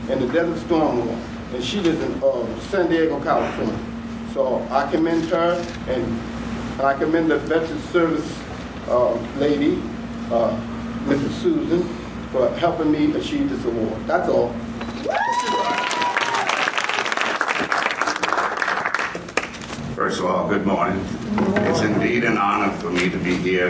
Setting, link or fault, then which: setting, live audience